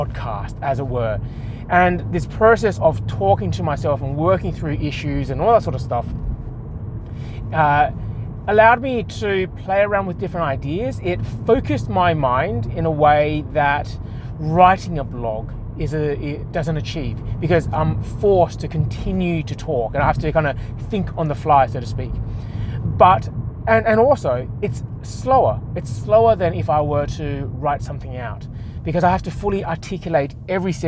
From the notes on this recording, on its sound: I record this whilst I drive to the 15 minutes or so to work, so its intended to be small and bite-sized. I must speak for the duration of the entire drive to work.